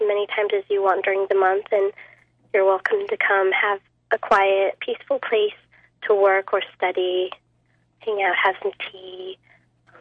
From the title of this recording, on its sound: Open phone lines